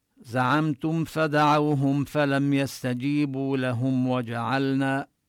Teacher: كل هذه الميمات لا نبين الغنة الشديدة فيها، لا نظهر الغنة. وجعلنا بينهم موبقا، كذلك اللام بجعلنا نبينها واضحة حتى يعني لا تبدو كأنها مدغمة بالنون.